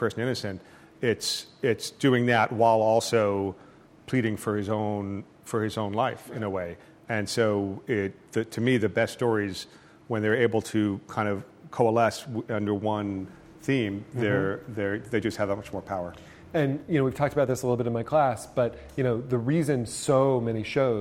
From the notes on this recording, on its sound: In front of a packed crowd in New Haven.